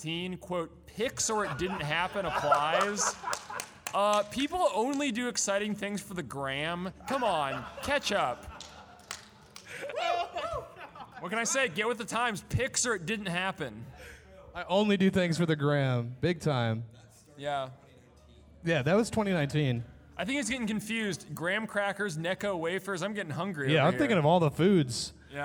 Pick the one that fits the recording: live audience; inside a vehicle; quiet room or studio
live audience